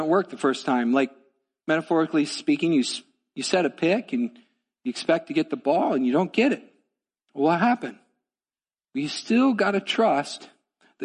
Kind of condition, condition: setting, large echoing room